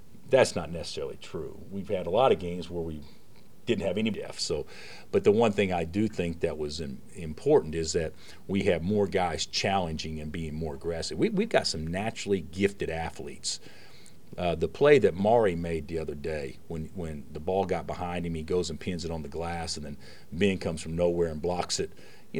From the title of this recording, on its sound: Press Conferences & Post-Game Interviews